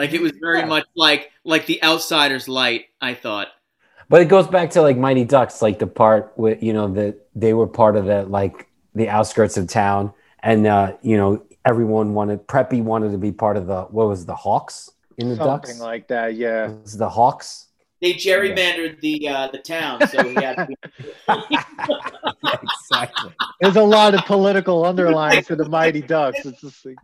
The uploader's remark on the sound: We recorded this on March 1st, 2021, on Zoom so there are some small sound discrepancies.